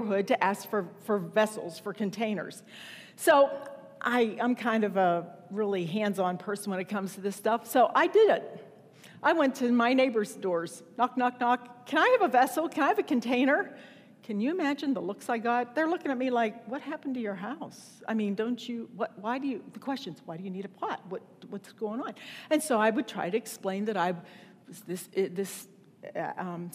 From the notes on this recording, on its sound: Wellspring Church of the Nazarene, Evansville, IN.